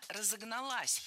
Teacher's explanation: Окончание должно быть ударным.